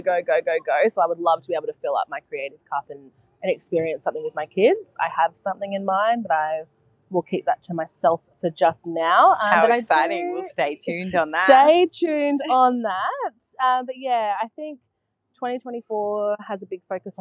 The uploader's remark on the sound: This episode was recorded at Woodstack cafe in Coolum. This episode was recorded at Woodstack cafe in Coolum.